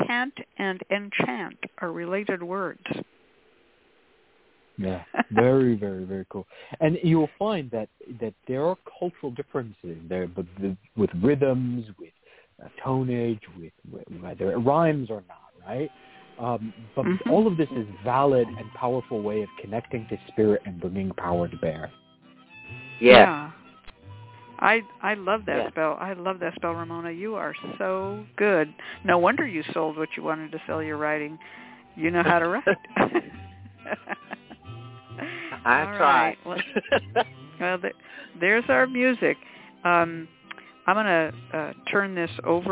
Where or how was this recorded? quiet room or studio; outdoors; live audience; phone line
phone line